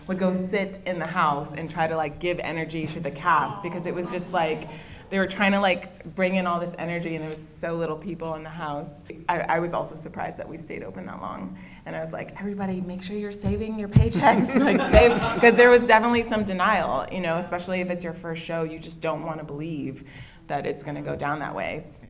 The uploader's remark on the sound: Before a live audience at BroadwayCon.